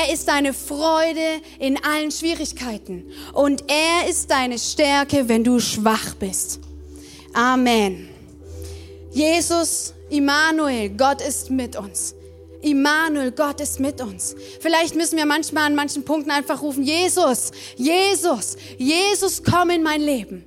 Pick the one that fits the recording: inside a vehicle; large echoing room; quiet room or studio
large echoing room